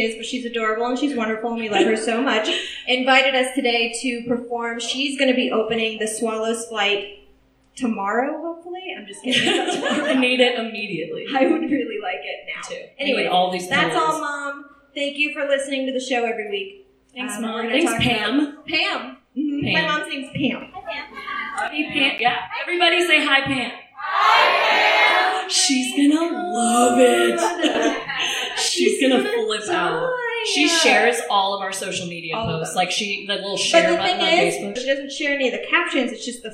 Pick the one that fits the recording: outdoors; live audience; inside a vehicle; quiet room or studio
live audience